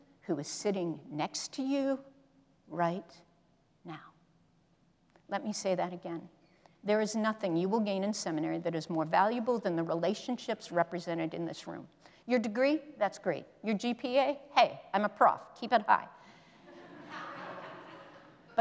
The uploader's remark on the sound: presented by Asbury Seminary Kentucky Chapel, recorded on Tuesday, October 10, 2023 at Asbury Theological Seminary's Kentucky campus